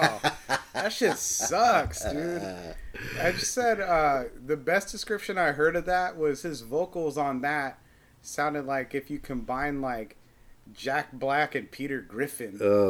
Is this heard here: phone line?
no